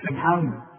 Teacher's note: والسين طلعها سين، ما طلعهاش بقى زي ما تكون صاد صاد مرققة · Term: السين سين